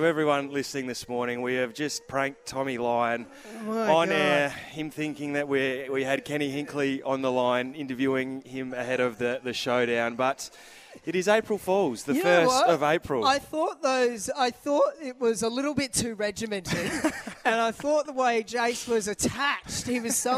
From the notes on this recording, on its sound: on location against this morning at Harbor Town for Solitaire Auto